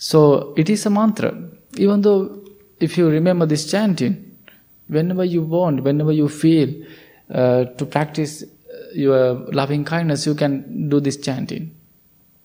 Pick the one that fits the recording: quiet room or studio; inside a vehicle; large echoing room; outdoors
large echoing room